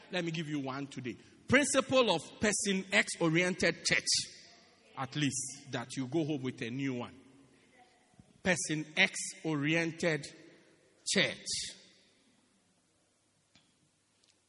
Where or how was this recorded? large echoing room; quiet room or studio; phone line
large echoing room